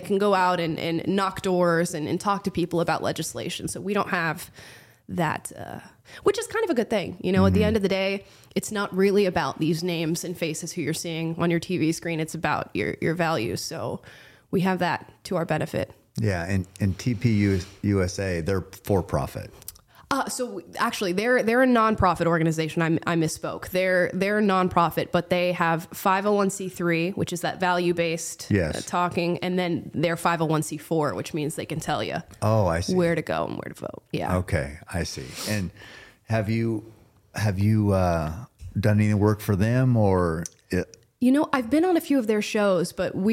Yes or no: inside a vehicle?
no